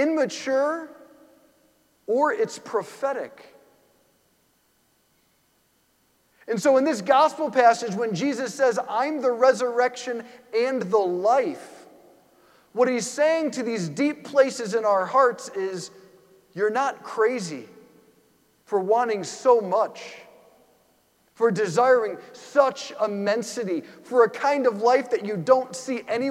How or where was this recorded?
large echoing room